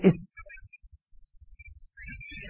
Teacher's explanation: الصفير يخرج حزمة واحدة، الحرف في الصفير حدة، صوت حاد، يقول إس من مكان واحد.